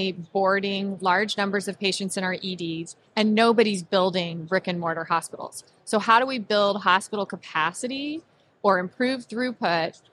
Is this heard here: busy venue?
yes